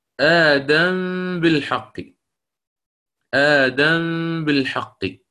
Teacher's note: تسكن الميم ولا تدغم في الباء · Term: الإخفاء الشفوي